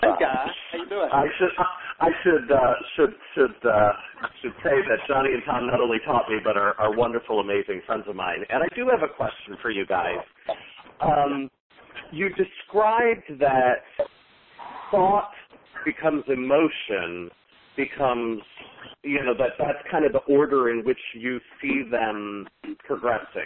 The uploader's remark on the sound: conference call